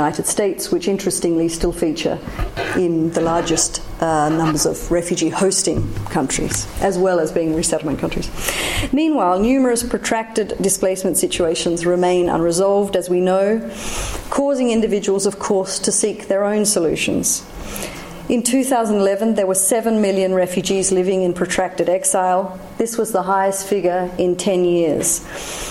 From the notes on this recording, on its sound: Public Seminar Series, Hilary term 2013. Recorded on 13 February 2013 at the Oxford Department of International Development, University of Oxford.